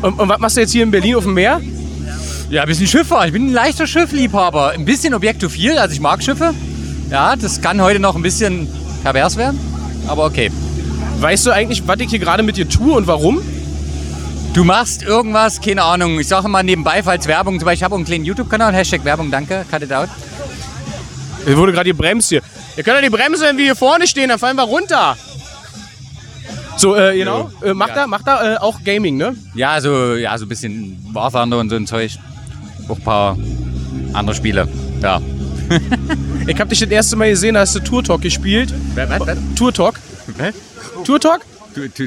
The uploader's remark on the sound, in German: Diesmal gibt es Gilla&Arbeit LIVE vom größten Dampfer der sieben Weltmeere zu hören. Motorengebrumme exklusiv mit dabei, sozusagen inklusive!